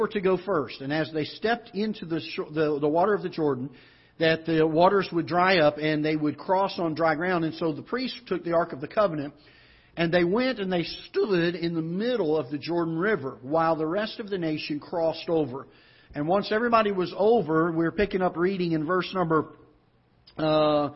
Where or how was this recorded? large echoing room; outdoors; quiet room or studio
large echoing room